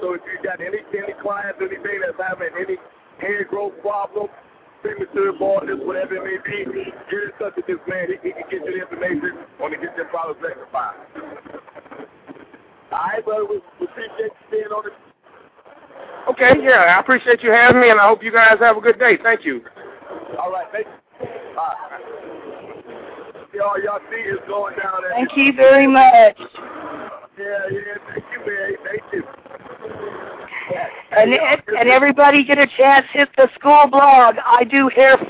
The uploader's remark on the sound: BarberZone Radio LIVE from Bronner Brothers Show.